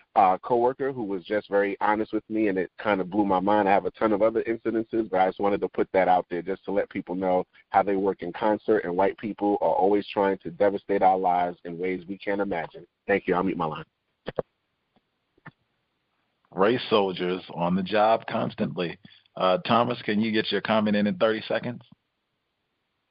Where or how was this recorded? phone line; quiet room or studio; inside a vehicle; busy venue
phone line